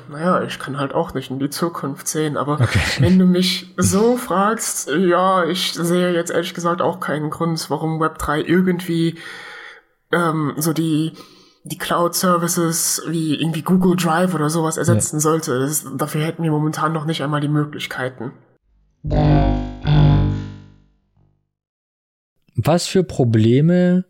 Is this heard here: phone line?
no